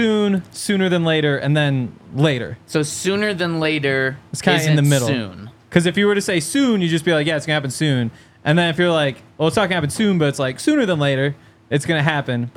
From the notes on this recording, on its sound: Coming to you LIVE from the DNVR Bar.